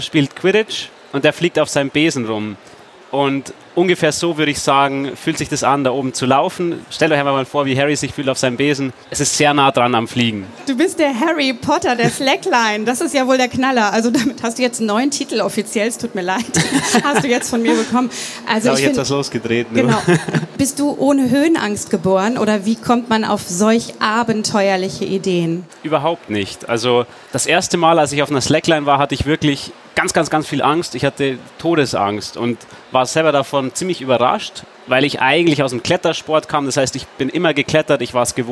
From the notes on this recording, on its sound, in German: Diesmal live von der Frankfurter Buchmesse.